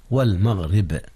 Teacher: رققت الراء لانكسارها والباء فيها قلقلة